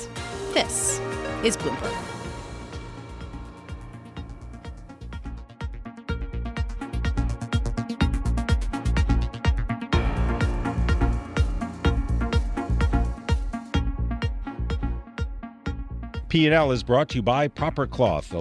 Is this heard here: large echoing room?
no